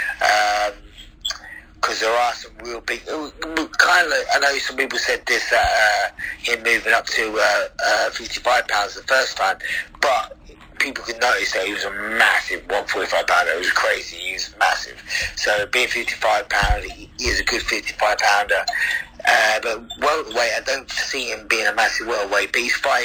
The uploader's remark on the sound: On the phone.